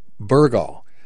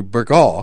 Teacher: Natives call the town Burgaw, with the first syllable stressed · Shown in: first take · as opposed to Burgaw, which stresses the second syllable.